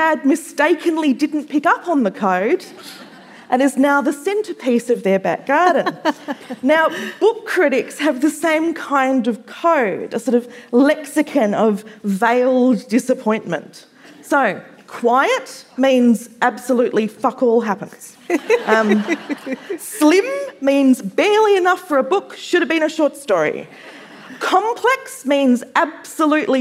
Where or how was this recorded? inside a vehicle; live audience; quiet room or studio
live audience